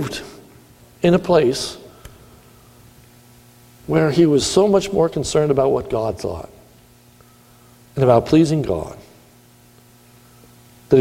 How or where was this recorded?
large echoing room